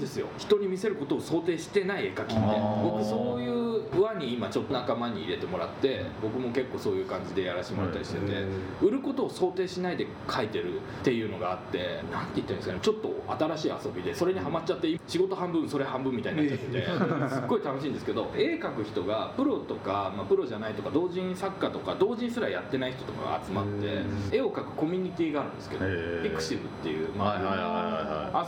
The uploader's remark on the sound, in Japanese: 今回、録音器のトラブルでノイズがあります。